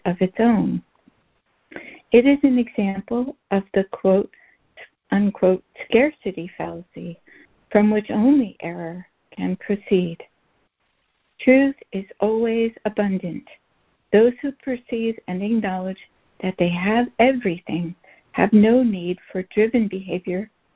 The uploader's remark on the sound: ACIM Daily Conference Call